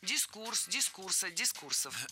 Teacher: Ударение ставим на второй слог и оставляем его там во всех формах. Дискурс, дискурса, дискурсов.